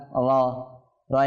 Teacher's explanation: এটা পুর হবে মোটা হবে কেন র সাকিনের পূর্বে যদি জবর বা পেশ আসে এটা পুর হয়